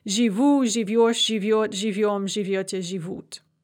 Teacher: we add the endings and the stress suddenly shifts onto those endings. · Term: end-stressed